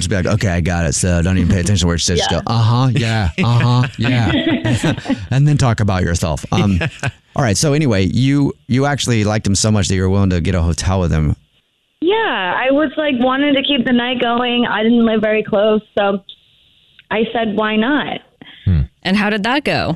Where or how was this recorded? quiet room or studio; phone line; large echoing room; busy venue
phone line